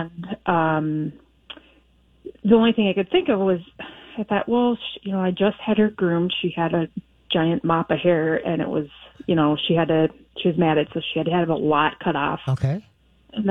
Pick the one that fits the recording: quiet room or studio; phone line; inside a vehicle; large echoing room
phone line